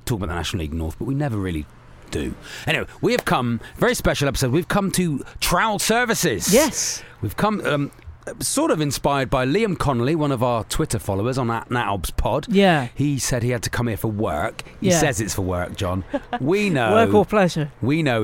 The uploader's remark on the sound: live and unleashed from Trowell Services (M1, Northbound)